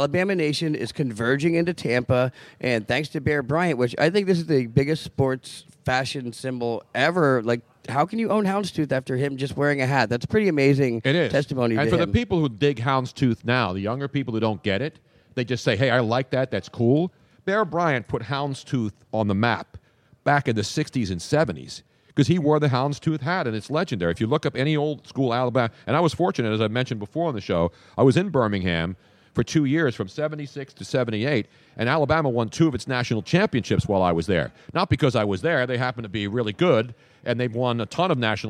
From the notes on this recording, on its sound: We are LIVE from Audio Avenue in Tampa for the College National Football Championships.